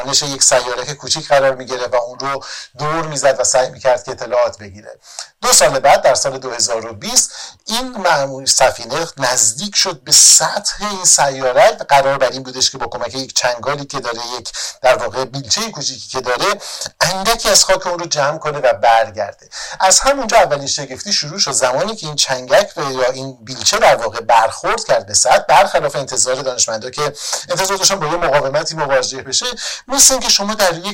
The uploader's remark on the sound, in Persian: متاسفانه به دلیل مشکلی پیش بینی نشده ،صدای این قسمت کیفیت پایینی دارد که فرصت برای اصلاحش پیش نیامد.